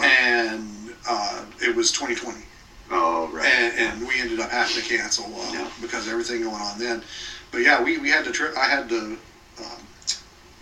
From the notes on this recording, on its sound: AUDIO QUALITY WARNING: Not the best audio.